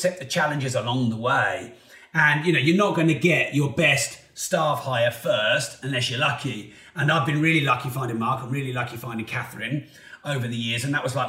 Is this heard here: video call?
no